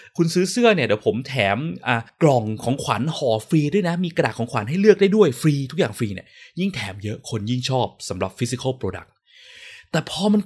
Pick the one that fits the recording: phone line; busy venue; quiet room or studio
quiet room or studio